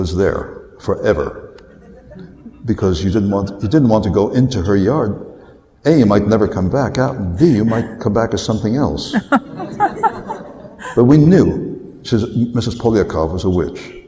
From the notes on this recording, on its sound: recorded live at Westercon 67